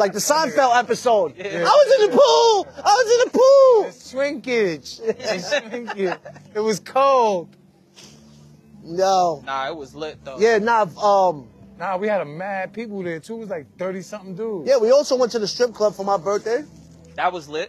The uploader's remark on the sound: Live from the Coney Island boardwalk. Right after jumping in the freezing beaches of Coney for the annual Coney Island Polar Bear Club.